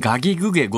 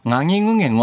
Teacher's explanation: が、えー、要するにガギグゲゴというのが普通の濁音であのガギグゲゴっていうのが美濁音っていうやつで、うん、ちょっと鼻にかかって抜ける感じのガギグゲゴ · Shown in: second take